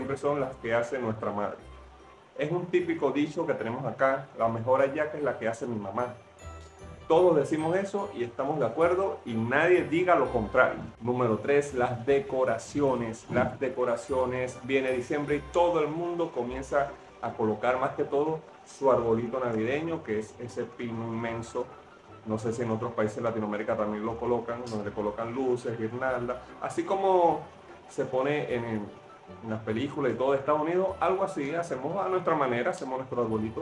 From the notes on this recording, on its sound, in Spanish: Video grabado por mí en mi teléfono redmi 9c. Video editado por mí en la aplicación de edición de videos capcut. Cortina musical utilizada de fondo tomada del banco de audios de capcut.